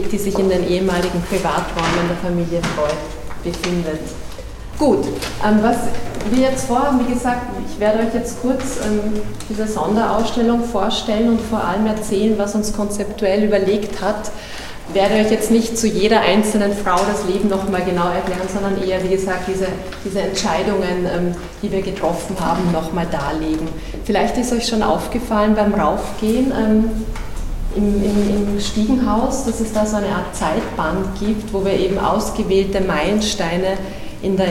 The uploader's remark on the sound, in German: Zu hören ist der Mitschnitt einer Führung